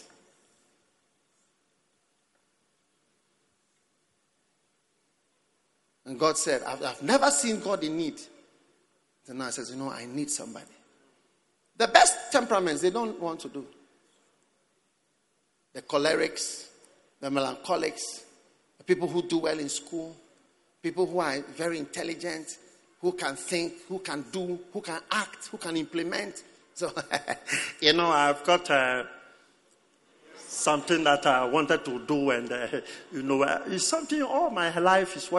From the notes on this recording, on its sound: Preached at the Prophetic Encounter Service.